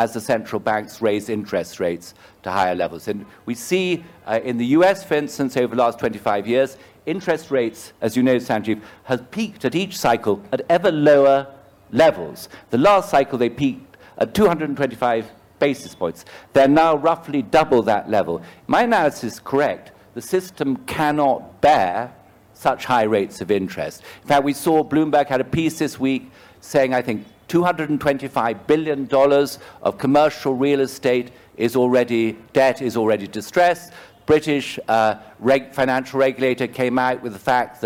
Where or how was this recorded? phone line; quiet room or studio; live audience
live audience